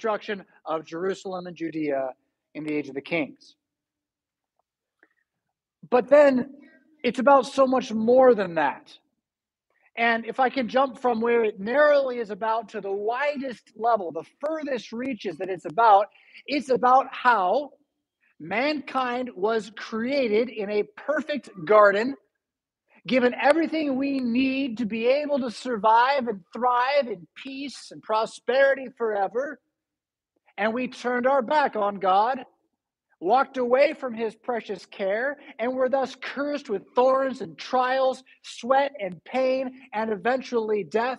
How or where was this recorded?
large echoing room